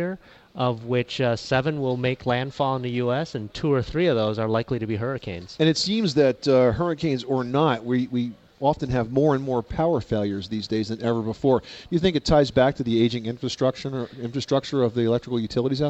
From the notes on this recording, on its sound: Live from the National Hardware Show. Live broadcast from the 2010 National Hardware Show in Las Vegas, Nevada. Interviews with leading manufacturers.